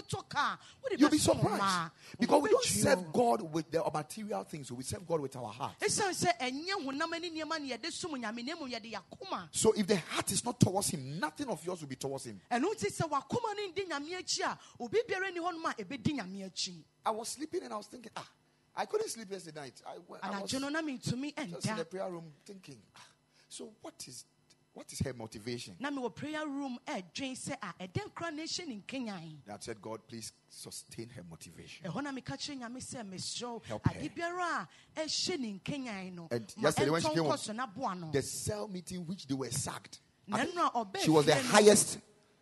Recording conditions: large echoing room